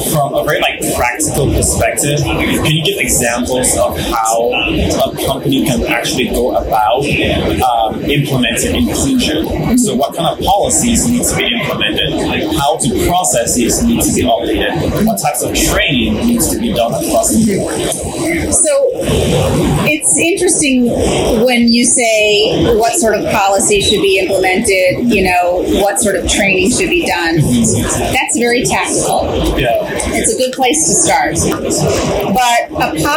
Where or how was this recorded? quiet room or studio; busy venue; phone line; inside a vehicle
busy venue